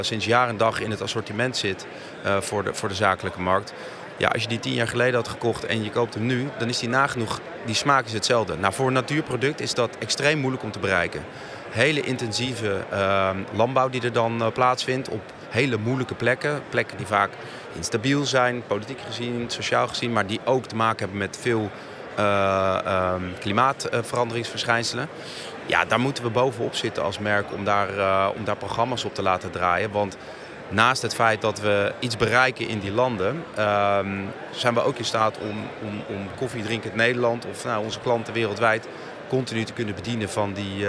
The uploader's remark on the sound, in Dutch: Deze korte serie is live opgenomen op Gastvrij Rotterdam.